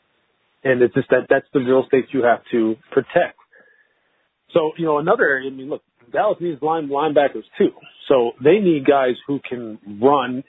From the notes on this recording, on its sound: NFL Draft media conference call.